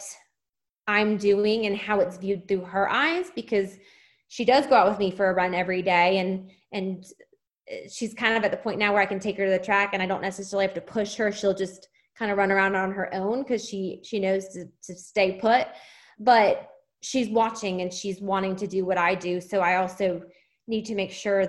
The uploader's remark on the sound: on a Zoom call with us